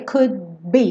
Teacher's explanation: Percebe que esse D não precisa ser could be. Eu só encosto lá a língua no céu da boca para fechar esse D, could be. E eu já tô fechando o lábio pro be.